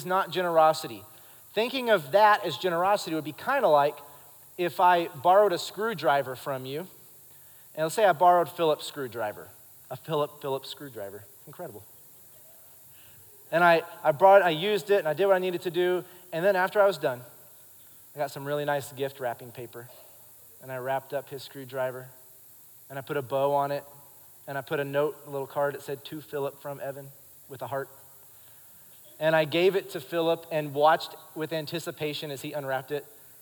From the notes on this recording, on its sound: Recorded live during our Wednesday night service